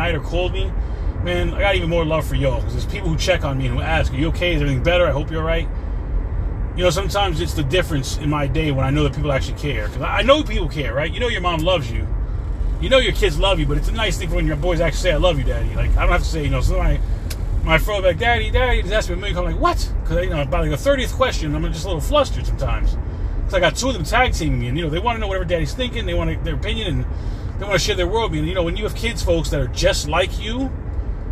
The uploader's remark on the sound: In this CarCast.